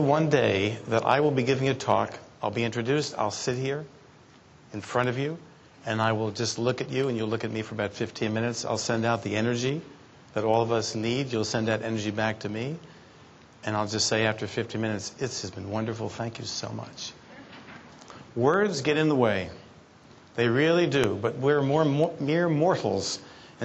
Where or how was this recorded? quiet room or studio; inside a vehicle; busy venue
busy venue